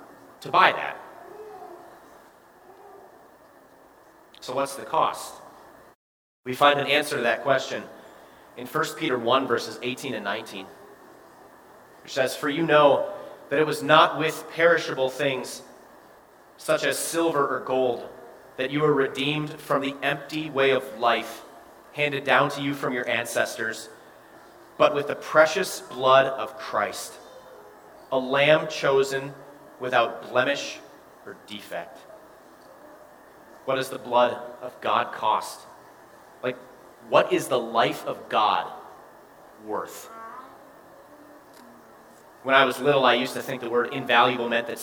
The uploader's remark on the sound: Bethany, Appleton, WI. Preached this sermon at Bethany's Sunday worship.